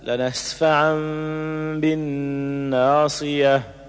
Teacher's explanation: ثانيتهما لنسفعا من قوله تعالى لنسفعا بالناصية، فيوقف عليها بإبدال التنوين المنصوب ألفا، لنسفعا تقرأ وقفا لنسفعا، وتوصل بقلب التنوين ميما عند الباء لنسفعا بالناصية.